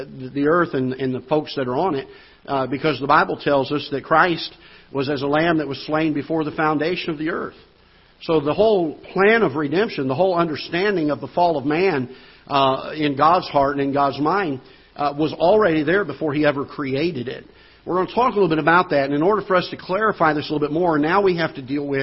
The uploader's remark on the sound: Ketha Heights Baptist Church ~ Live Broadcast